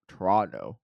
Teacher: The last T isn't pronounced.